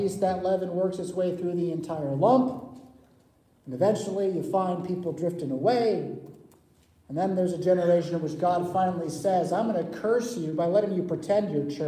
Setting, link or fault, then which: setting, large echoing room